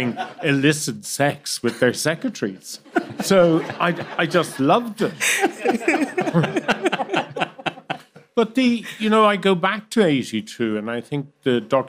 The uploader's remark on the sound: We held a very special event with a live audience of listeners. We recorded it.